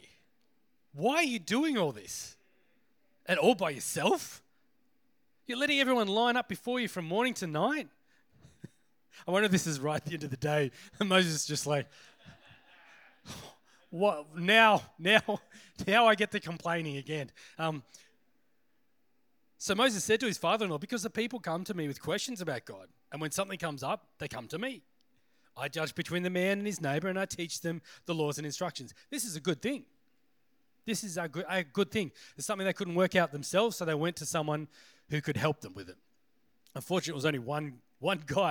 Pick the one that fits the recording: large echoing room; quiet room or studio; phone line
large echoing room